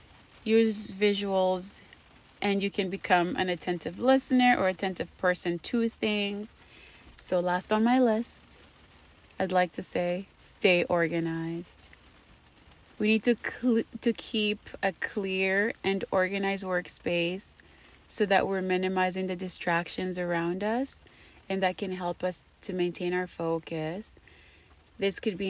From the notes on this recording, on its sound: I recorded while it was raining thinking it was a good idea, you be the judge. I'm iffy about the sound quality.